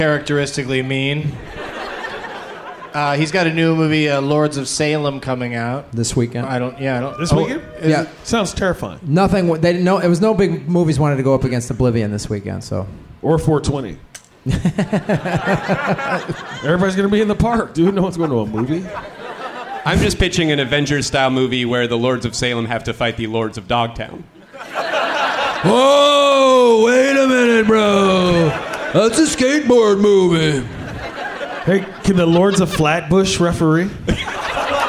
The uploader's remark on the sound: Live from Cobb's Comedy Club in San Francisco.